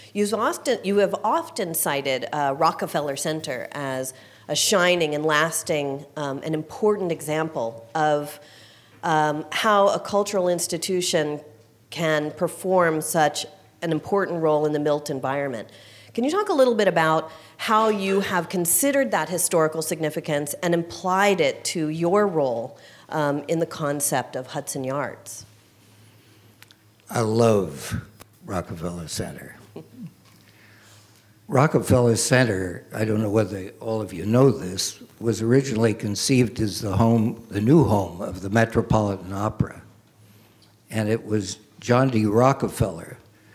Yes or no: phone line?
no